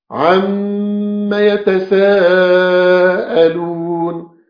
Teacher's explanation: هي ميم مشددة بالفتح مع الغنة طبعا